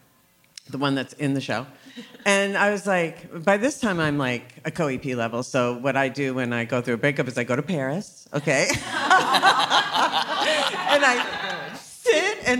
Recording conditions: busy venue